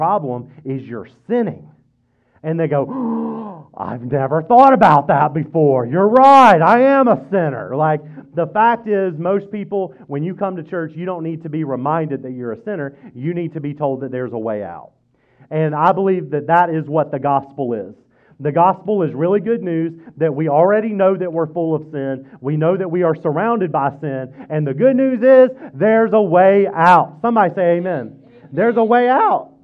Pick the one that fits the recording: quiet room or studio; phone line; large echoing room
large echoing room